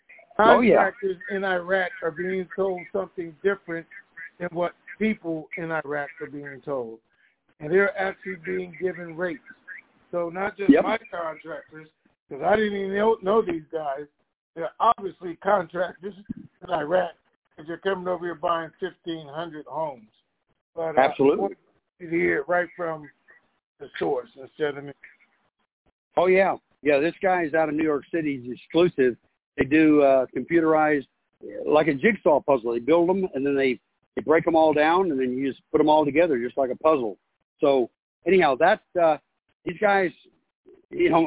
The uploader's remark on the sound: TNTSuperfantastic Conference Call